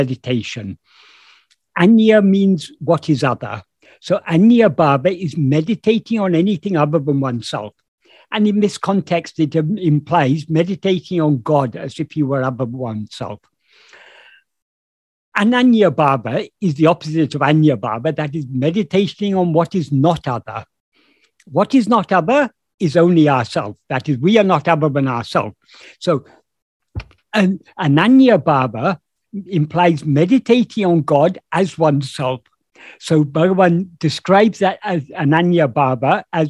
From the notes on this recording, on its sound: In a Zoom meeting of the Ramana Maharshi Foundation UK on 12th March 2022